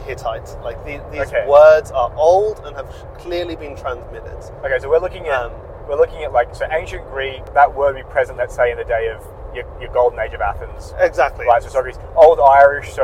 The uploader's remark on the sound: This re-upload features improved audio. Improve the quality and remove some of the sounds of the car.